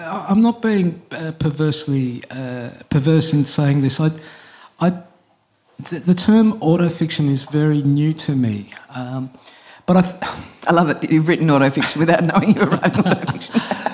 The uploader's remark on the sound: This event was recorded on 31 March 2022. Presented in partnership with Montalto.